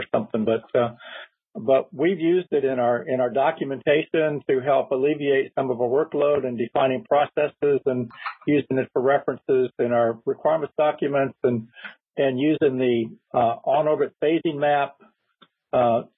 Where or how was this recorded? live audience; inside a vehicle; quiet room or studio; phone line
phone line